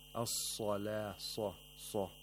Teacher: The صَاد has تَفْخِيم. The mouth opens vertically when pronouncing it.